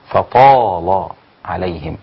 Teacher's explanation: قرأها ورش بتغليظ اللام. فطال عليهم لأن ورش له أن يغلظ اللام بعد الحروف المستعلية. وله أيضا الترقيق.